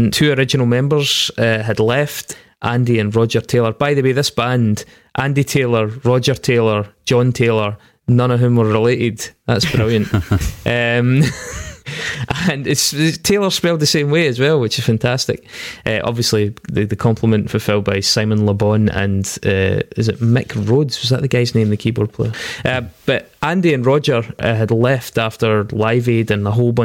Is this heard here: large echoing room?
no